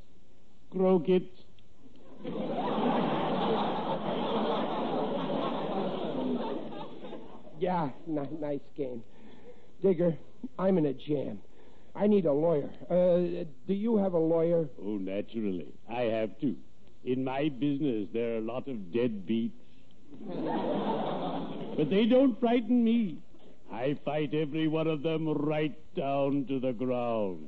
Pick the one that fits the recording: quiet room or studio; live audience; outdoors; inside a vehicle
live audience